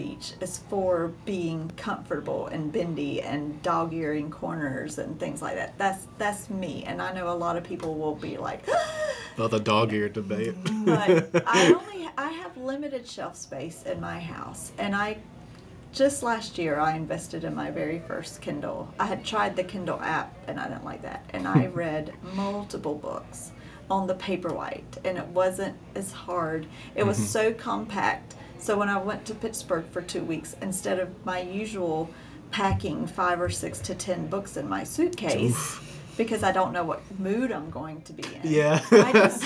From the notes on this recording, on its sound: In our recording you will hear a few members of our community who were in fellowship, gathering next door in our community center. How fitting that our background noise in our very first episode was the community we hope to serve!